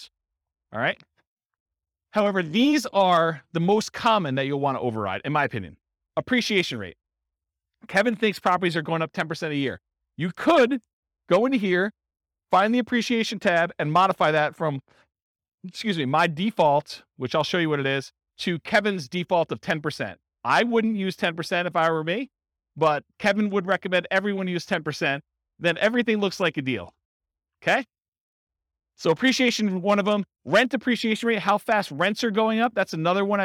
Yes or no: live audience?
yes